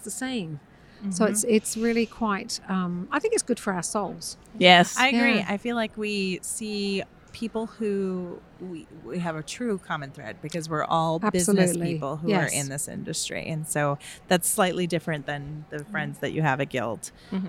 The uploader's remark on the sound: live from the Quilt Market show floor